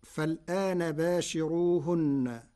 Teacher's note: قرأ ورش كلمة فالآن بنقل حركة الهمز إلى الساكن قبلها فتصير فلانا مع ثلاثة البدل، وهي من لغات العرب.